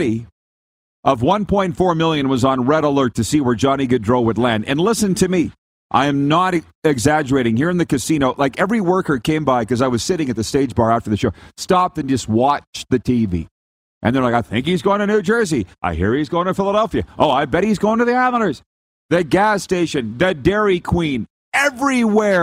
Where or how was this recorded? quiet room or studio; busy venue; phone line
busy venue